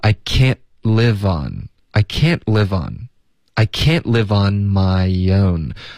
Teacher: Can't 的特我们会省略。这个时刻大家一定要尽量导致一个干脆的停顿。Can,这个不行，这个 N 的音拉得太长了。OK,一定要顿。Can't，结尾一旦舌尖顶上个 Ican't，嗯，一点这个嗯就够了。I can't live 跟 on 我们要连读